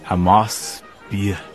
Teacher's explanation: Und mit Vorfreude auf den kommenden Genuss. Mit ein bisschen lang gezogenem, ausklingendem S